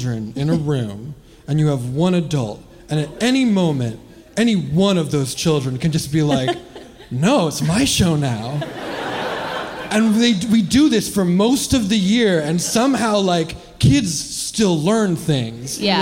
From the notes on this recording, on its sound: Live from The Independent. From The Independent in San Francisco.